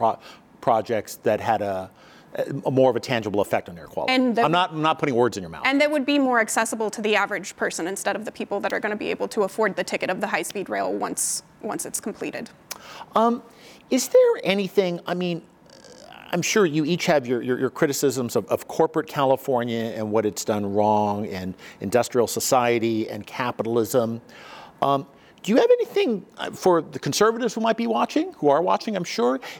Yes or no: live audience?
yes